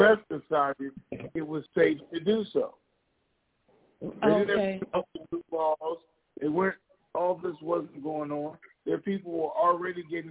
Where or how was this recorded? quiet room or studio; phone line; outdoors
phone line